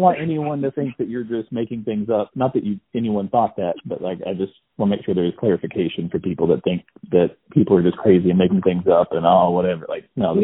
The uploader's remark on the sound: talk via telephone